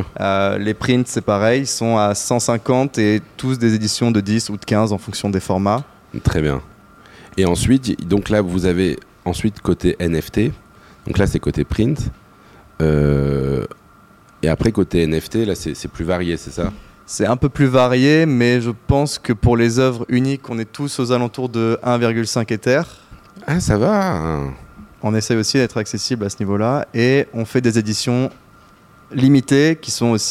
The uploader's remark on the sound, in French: Nous étions en direct depuis la NFT Factory avec les collectif Somaverse et Suprchief Gallery pour l'exposition de ces 5 artistes.